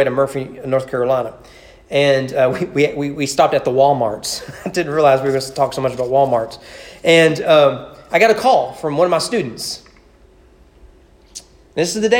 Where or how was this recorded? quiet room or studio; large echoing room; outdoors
large echoing room